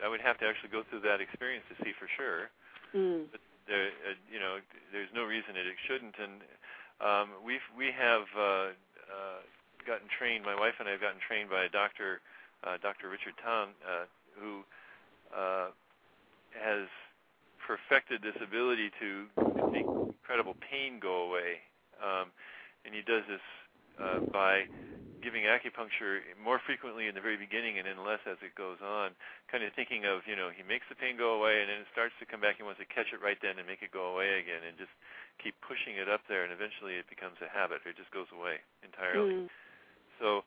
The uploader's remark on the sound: take calls LIVE on the air